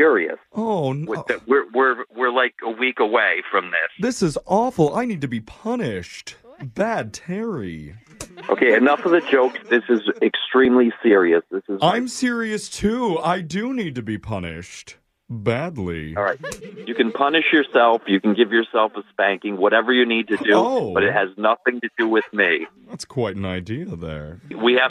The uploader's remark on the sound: Phone Tap